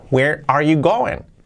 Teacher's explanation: Y la G del final casi no se pronuncia.